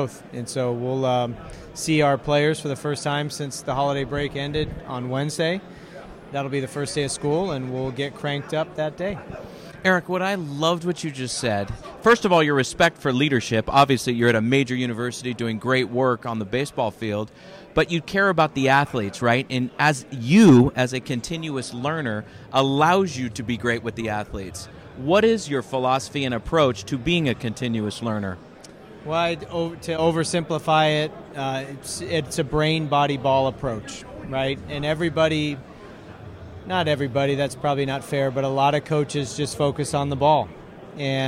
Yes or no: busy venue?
yes